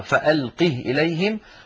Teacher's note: بإسكان الهاء وصلا ووقفا. إذن لو وصلناها فألقه إليهم، ولو وقفنا عليها أيضا فألقه.